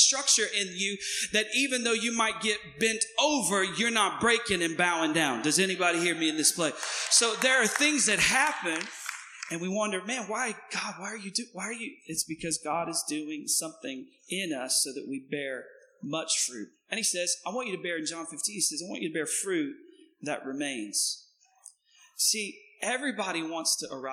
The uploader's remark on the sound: Recorded on 2016-06-19 at the 08:30 Service.